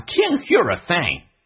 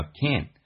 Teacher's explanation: can't t 去掉，美语当中这个发的是 a 这个发音叫 can